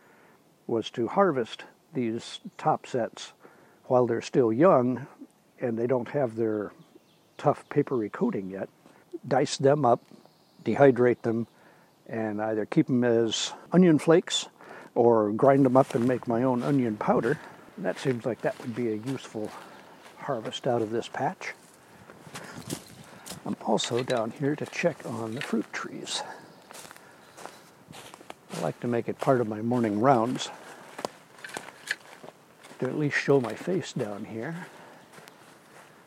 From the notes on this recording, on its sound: A little morning audio tour of his New Hampshire homestead.